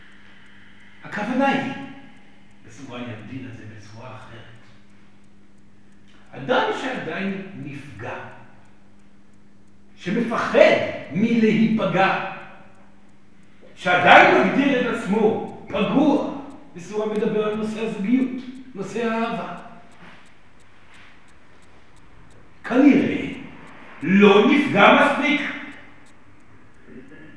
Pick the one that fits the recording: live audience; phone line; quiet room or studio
live audience